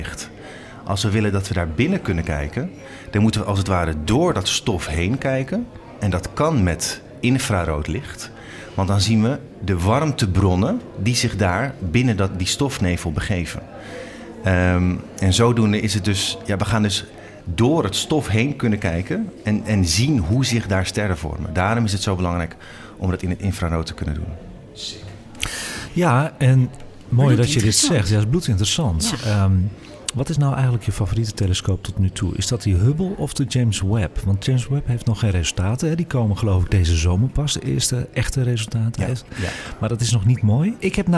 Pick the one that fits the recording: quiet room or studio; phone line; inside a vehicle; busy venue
busy venue